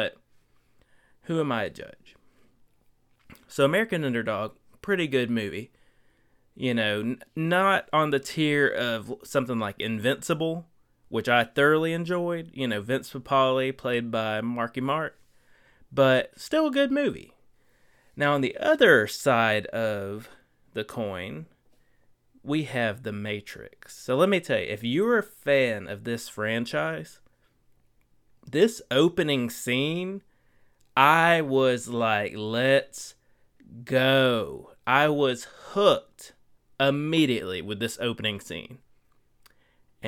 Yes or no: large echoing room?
no